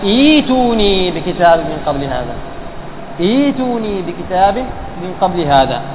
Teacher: إذن الهمزة الأولى إيش؟ متحركة مكسورة والثانية ساكنة، إذن إيش نعمل؟ نبدلها حرف إيش؟ الياء